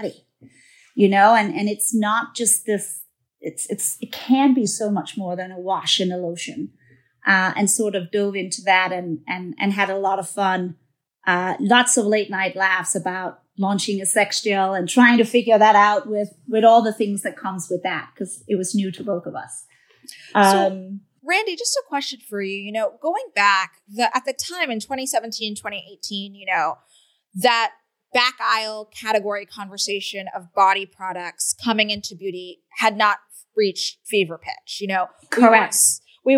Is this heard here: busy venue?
no